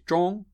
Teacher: I would phonetically transcribe the vowel in Mandarin Chinese zhong as a mid-back vowel